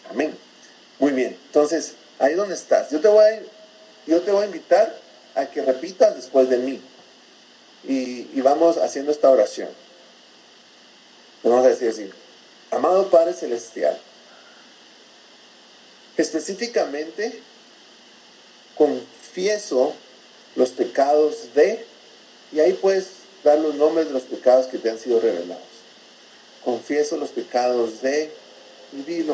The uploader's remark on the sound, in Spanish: Por dificultades técnicas no pudimos tener una mejor calidad de audio. Nos disculpamos de antemano por la calidad del audio.